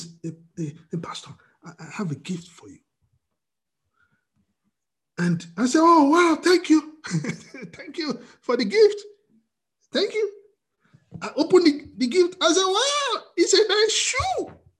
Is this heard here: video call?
yes